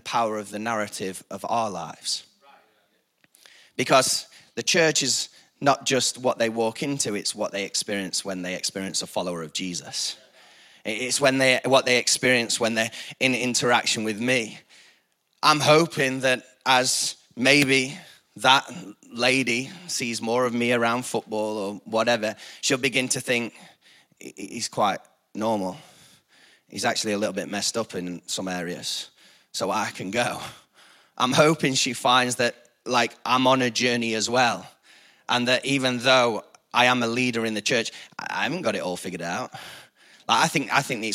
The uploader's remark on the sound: Recorded live at the Chesterfield Campus this is the message from the morning service on the 4th August 19.